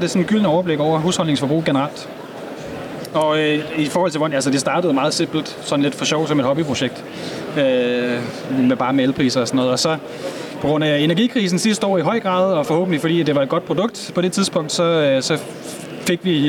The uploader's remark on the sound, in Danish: Vores mission på dette års eCarExpo 2023 var at møde nogen af de brands, start-ups, muligheder og bilmærker som hele bølgen af elbiler har ført med sig. Episoden er optaget på branchedagen på eCarExpo.